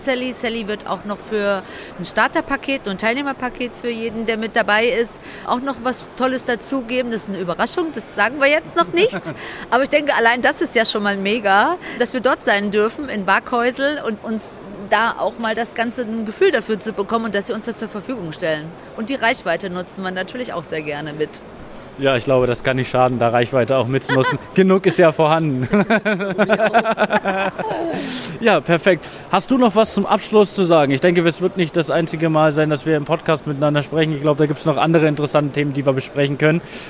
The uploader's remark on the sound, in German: Live von der area30.